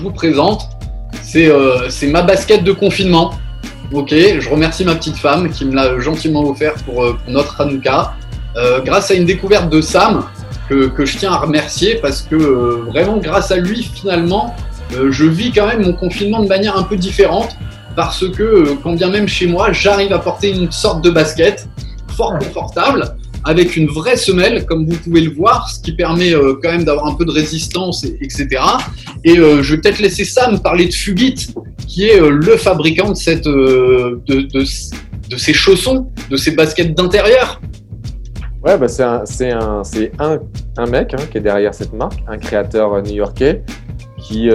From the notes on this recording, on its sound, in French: Pour cet épisode l'équipe de Sneakers EMPIRE s'est réunie en visio.